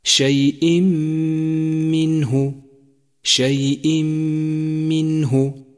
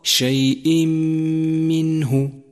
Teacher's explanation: منه، جاء التنوين الذي يقوم مقام النون الساكنة وبعده حرف الميم، فالواجب هنا أن تدخل التنوين في الميم فيذهب أثر التنوين من اللفظ تماما، ولذلك لونه مصحف التجويد باللون الرمادي لأنه لم يعد له